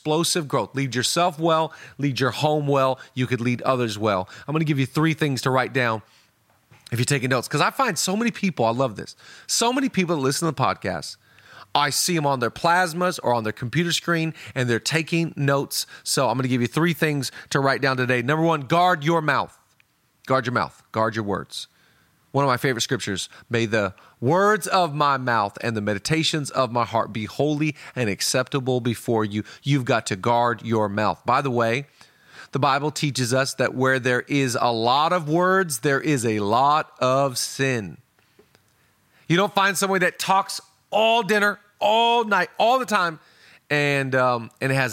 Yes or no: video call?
no